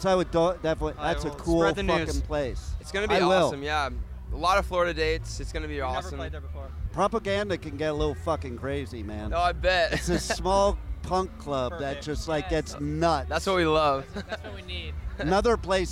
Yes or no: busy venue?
yes